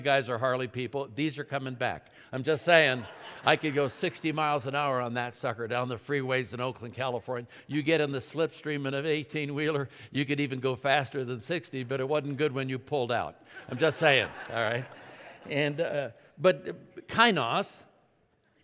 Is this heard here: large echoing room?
yes